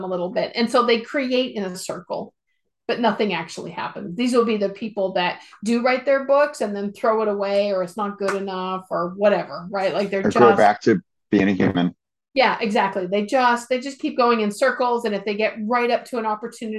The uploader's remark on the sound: Recording of our Zoom call from Sep 16, 2022.